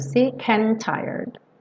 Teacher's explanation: Juntou sick and. E and pro tired, você não vai ter D e T pronunciados separadamente. Vai juntar tudo.